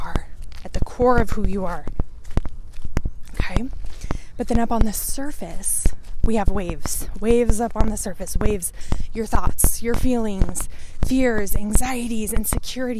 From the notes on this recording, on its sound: I recorded this while walking & the audio on this one is not the best quality.